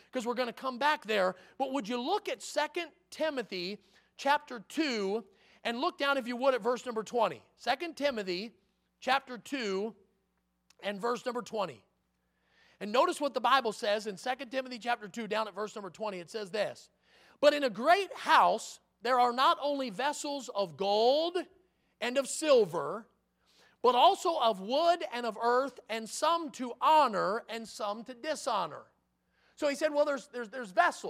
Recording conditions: large echoing room